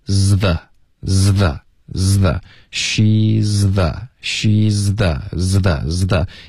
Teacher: 从一个舌尖碰到上颚的一个 z，滑到一个舌尖碰到上齿的一个 z